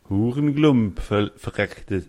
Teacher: Keine harten Konsonanten. Es gibt kein K und kein P und kein T.